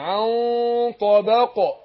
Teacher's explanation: لا تركبن طبقا عن بفخم الغنه، ايه بخفي النون عند الايه عند الطاء مع ان انا ايه بفخم الغنه · Term: الاخفاء